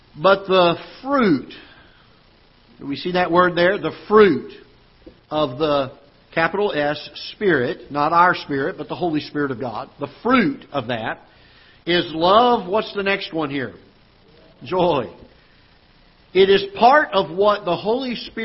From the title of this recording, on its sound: Ketha Heights Baptist Church ~ Live Broadcast